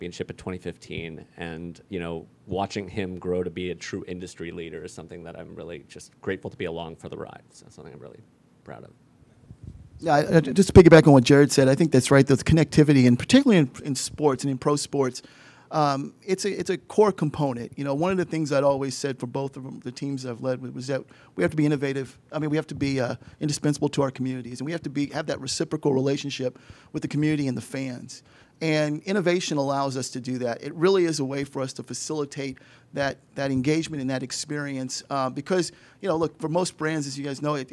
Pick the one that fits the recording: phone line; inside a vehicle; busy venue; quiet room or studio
busy venue